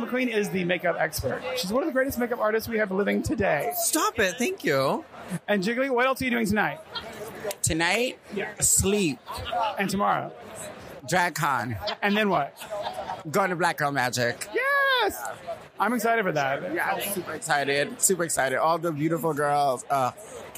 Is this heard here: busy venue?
yes